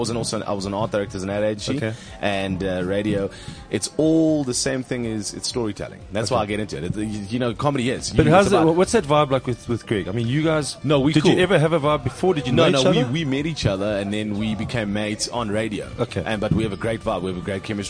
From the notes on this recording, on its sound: Then the entire line-up of comics from the Fullstop Cafe gig arrive and cause the most chaotic fun we’ve ever had in a Garden Centre.